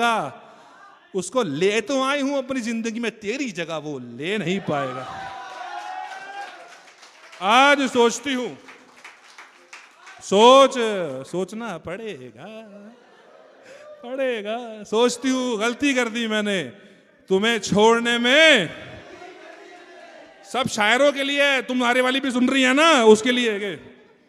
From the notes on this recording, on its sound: This was the live performance in Jaipur. Audience was going berserk.